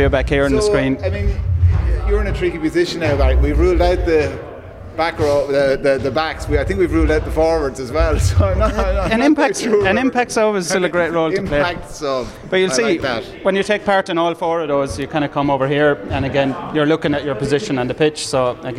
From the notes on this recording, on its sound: The Hard Shoulder was LIVE from the International Rugby Experience in Limerick City